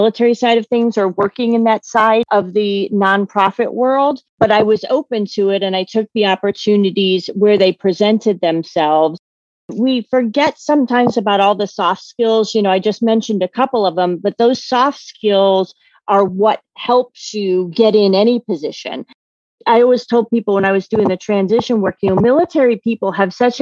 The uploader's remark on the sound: interview (via Zoom)